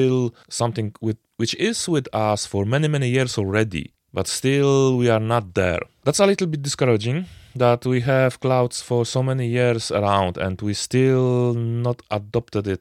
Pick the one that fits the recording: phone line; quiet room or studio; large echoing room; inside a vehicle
quiet room or studio